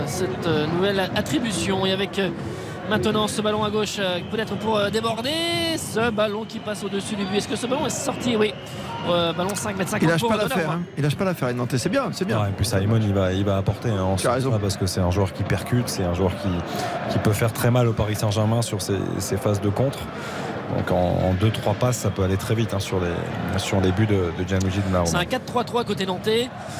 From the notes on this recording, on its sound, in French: en direct du Parc des Princes